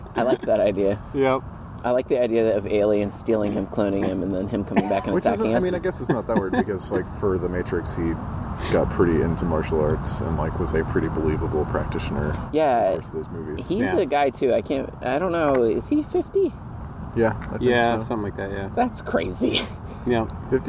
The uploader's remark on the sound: This week started as a dinercast and turned into an odyssey of outdoor noises, construction, parks, poop, cars